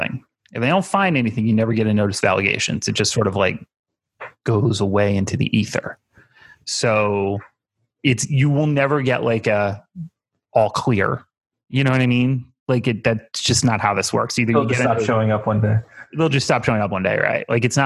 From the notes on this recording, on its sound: Jump in the zoom machine.